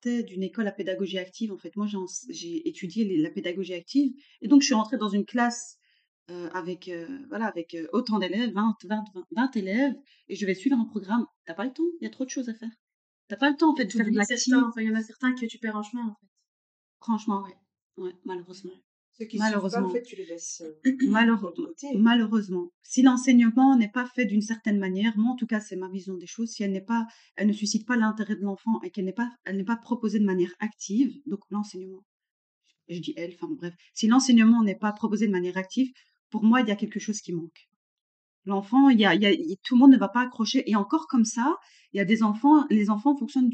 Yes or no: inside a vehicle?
no